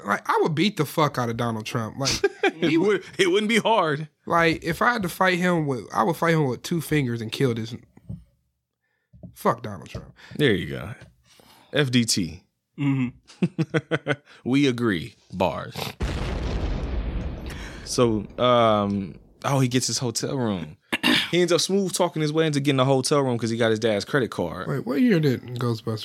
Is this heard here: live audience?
no